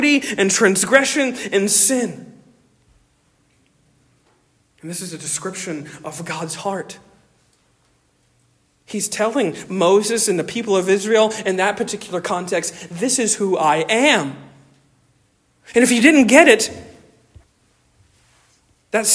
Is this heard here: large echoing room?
yes